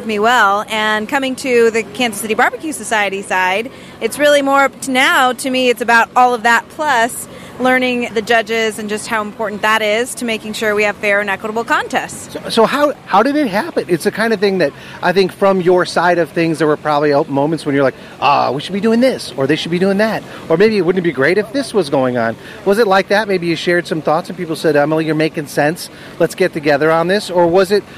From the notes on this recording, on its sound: Live &#8220;On The Road&#8221; from The Jack Daniel&#8217;s World Championship BBQ Invitational. Live “On The Road” from The Jack Daniel’s World Championship BBQ Invitational.